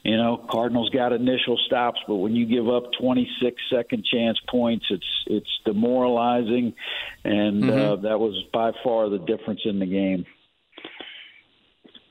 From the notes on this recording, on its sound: Ball State Radio Network called